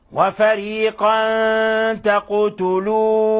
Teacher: كيف أخفينا تنوين الفتح عند التاء وكيف قلقلنا لفظ القاف